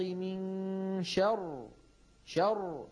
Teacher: يعني إذا كانت الراء مكسورة ووقفنا عليها بالسكون، مثلا شوفوا قل أعوذ برب الفلق من شر شر، فخمنا الراء. ليه؟ لأنها ساكنة وقبلها مفتوح، لكن لو وقفنا عليها بالروم والروم هو بعض الحركة، من شر شر، فعندئذ نقف بالترقيق لأن الروم حكمه حكم الوصل.